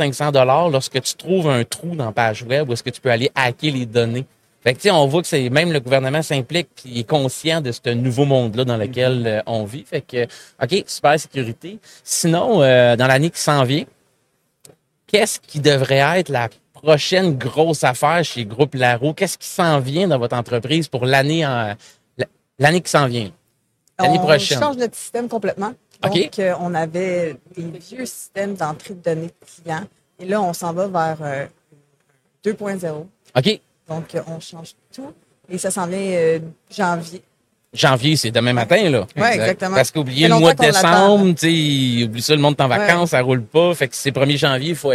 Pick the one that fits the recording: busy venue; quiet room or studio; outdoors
busy venue